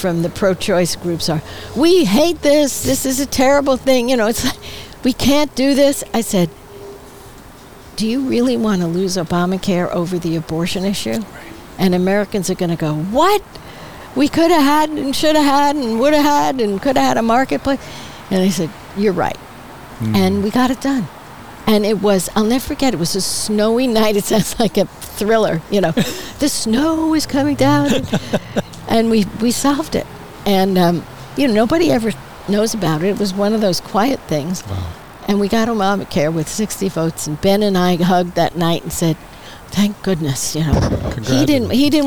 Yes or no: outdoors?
yes